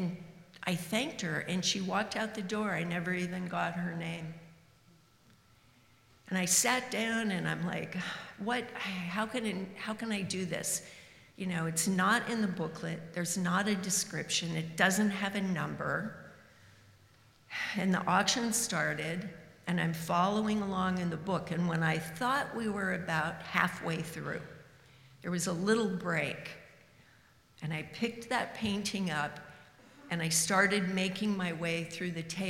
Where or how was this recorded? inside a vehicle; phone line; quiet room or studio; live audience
live audience